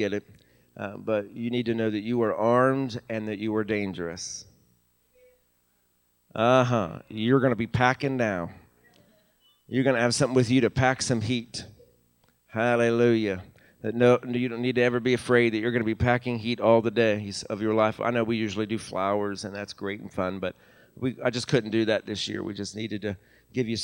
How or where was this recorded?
large echoing room